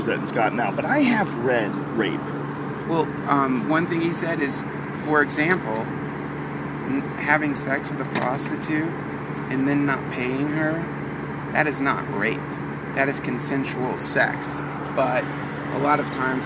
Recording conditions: inside a vehicle